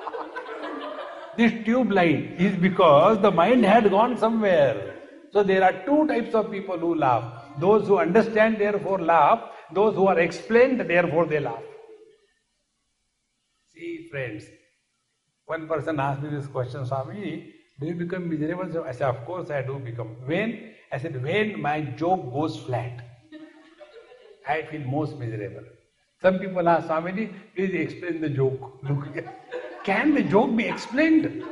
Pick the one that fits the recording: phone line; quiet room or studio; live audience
live audience